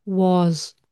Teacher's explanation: Und da ist das auch das S, wie das Summen einer Biene. Das ist das stimmhafte S, mit dem eigentlich im Protogermanischen die S-Lautworte enden.